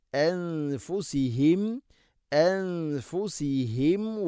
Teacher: അൻഫു നൂനിനെ അവ്യക്തമാക്കി മണിക്കണം